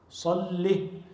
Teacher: اللهم صلي بتشديد اللام من غير ياء، لام مشددة وعليها كسرة